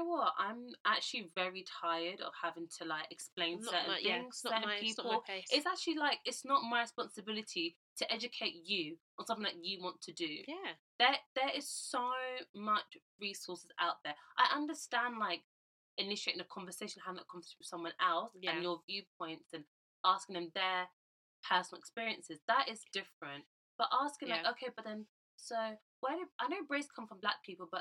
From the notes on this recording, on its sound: we did have some technical difficulties with our mics so please bear with us.